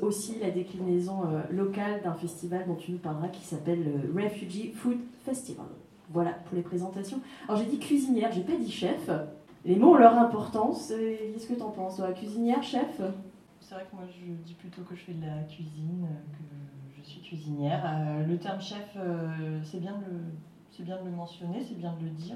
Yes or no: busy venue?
yes